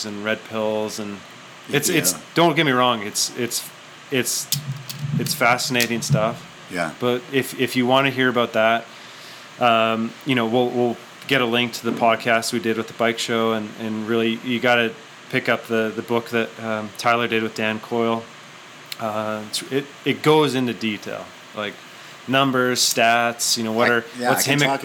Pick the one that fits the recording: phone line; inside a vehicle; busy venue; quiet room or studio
busy venue